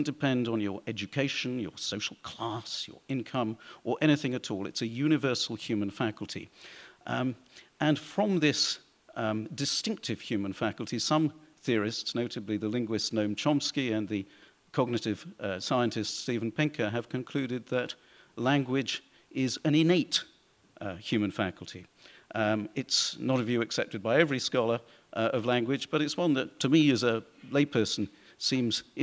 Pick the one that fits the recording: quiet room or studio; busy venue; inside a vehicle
busy venue